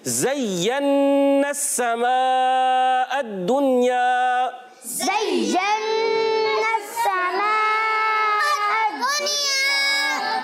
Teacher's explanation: یا مشدد ہے، ذرا رک کر ادا کریں گے. کوئی بھی مشدد حرف آ جائے رک کر پڑھتے ہیں.